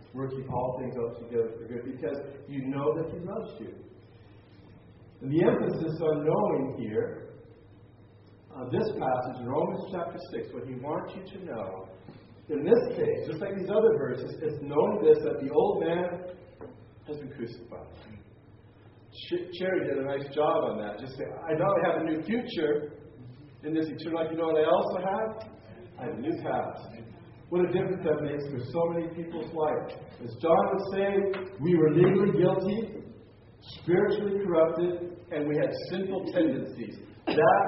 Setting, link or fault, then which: setting, live audience